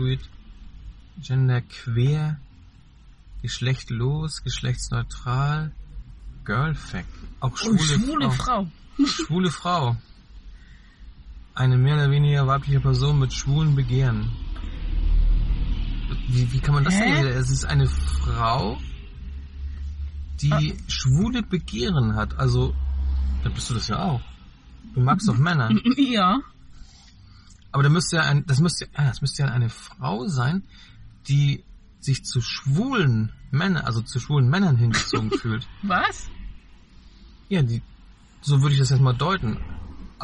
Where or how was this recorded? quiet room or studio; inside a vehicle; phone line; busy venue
inside a vehicle